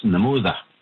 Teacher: in the Woodland Cree dialect, TH dialect, is namuda, with a TH instead of the Y in there